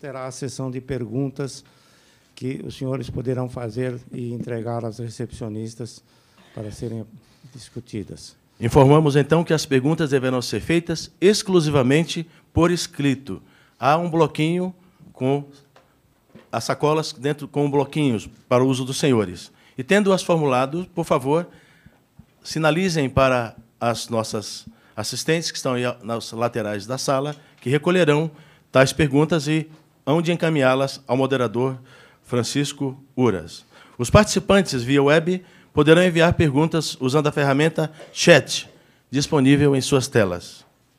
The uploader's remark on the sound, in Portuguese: Realizado no V SEMINÁRIO ABQ QUALIDADE SÉCULO XXI – A Era da Transformação.